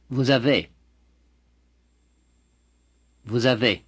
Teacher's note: Be sure to make the liaison between vous and avez.